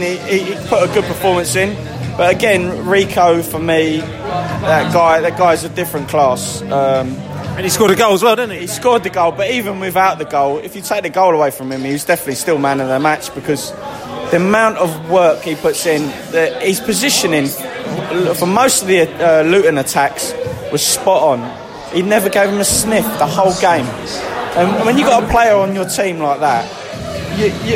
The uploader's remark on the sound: post-match podcast from the pub